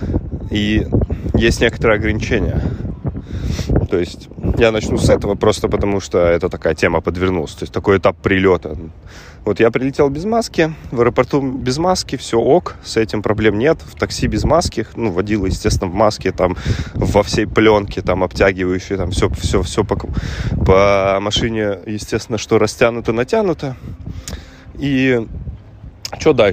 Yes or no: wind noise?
yes